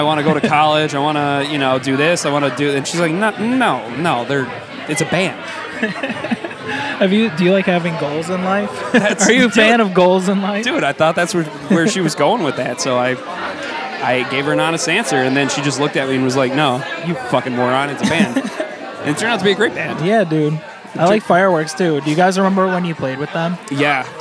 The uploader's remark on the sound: Live at the Hell-o-ween Event at The Montage Music Hall. Catch interviews with our friends, familiar voices, some randos and a Tarot Reader.